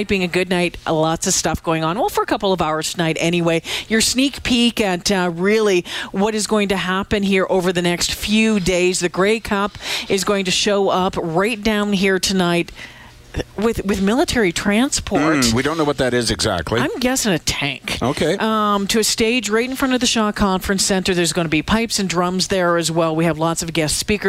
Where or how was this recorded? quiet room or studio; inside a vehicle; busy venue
busy venue